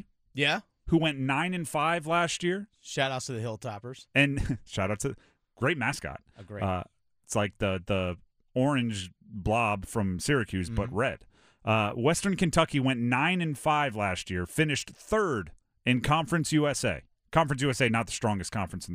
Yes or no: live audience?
no